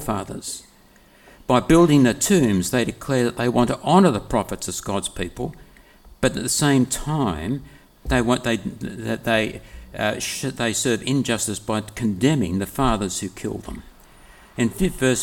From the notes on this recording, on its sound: preached on the 11th of February 2024 at all services of Helensburgh and Stanwell Park Anglican Church